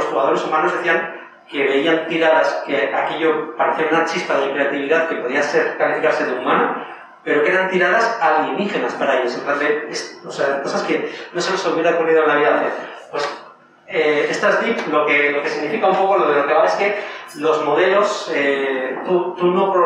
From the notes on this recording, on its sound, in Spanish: Hemos tenido problemas con la grabación del sonido de micrófono, así que os pedimos disculpas por adelantado por la calidad del audio.